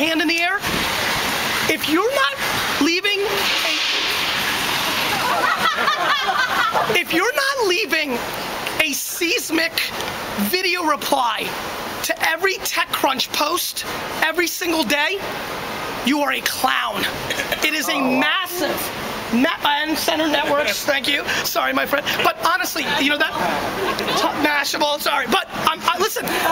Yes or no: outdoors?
yes